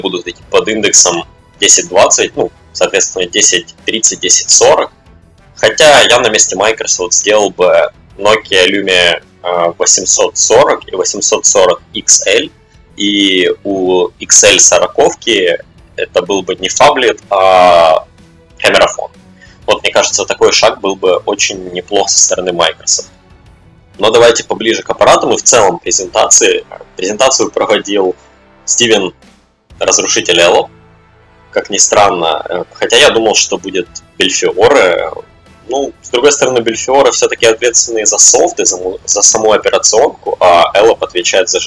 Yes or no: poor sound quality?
yes